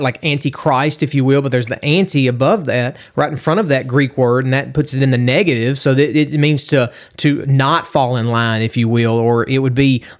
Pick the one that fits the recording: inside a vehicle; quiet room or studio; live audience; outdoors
quiet room or studio